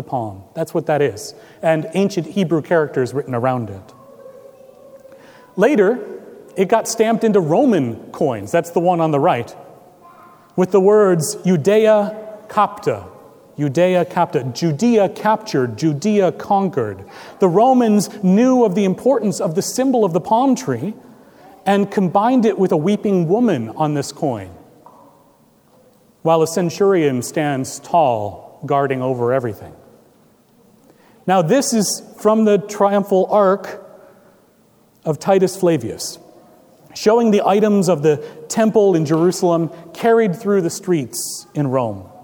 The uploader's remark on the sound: Recorded April 9, 2017 at Trinity Presbyterian Church, Bixby, Okla.